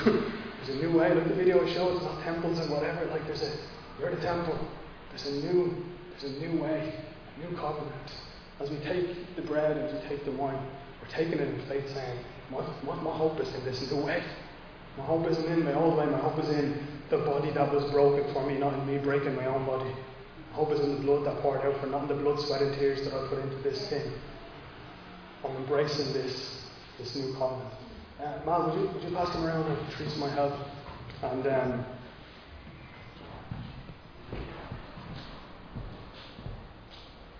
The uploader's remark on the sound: Recorded live in Liberty Church on 8 May 2022